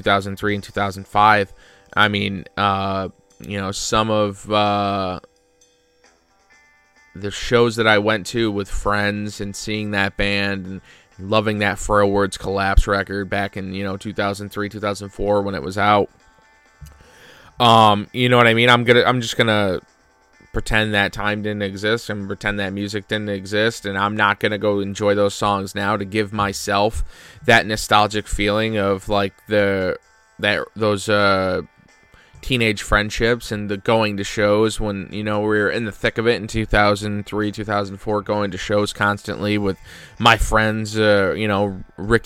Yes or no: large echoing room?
no